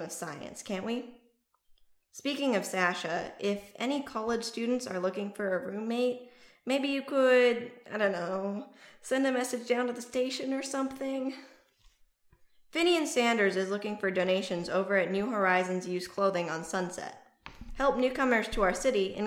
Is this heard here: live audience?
no